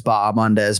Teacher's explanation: Yeah, that H is silent.